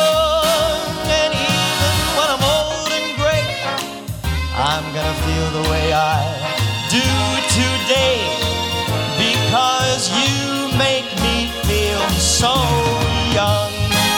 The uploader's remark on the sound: Live at the SouthPoint Casino